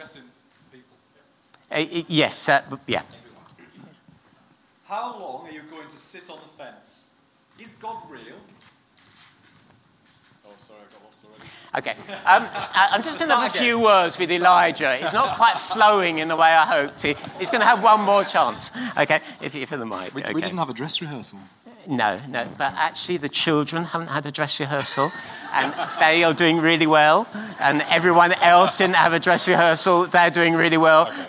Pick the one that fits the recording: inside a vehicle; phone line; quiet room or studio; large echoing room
large echoing room